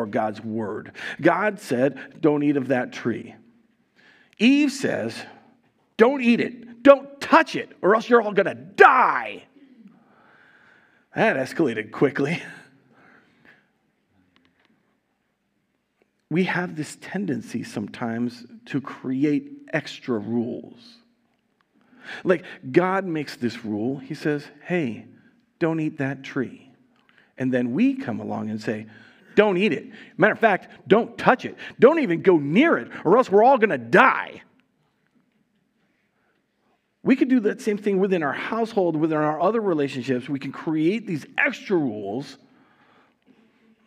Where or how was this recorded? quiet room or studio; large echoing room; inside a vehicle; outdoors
large echoing room